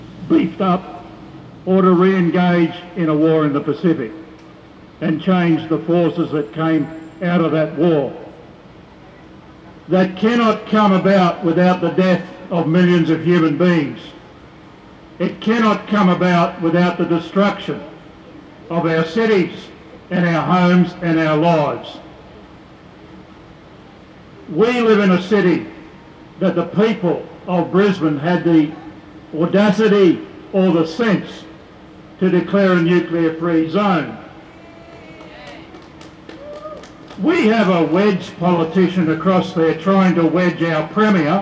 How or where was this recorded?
outdoors